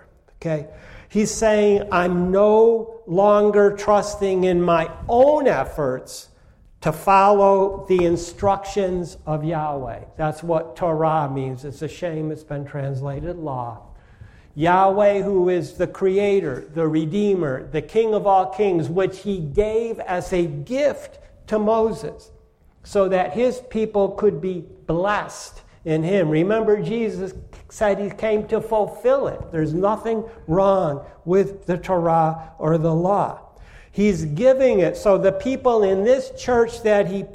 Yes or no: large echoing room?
yes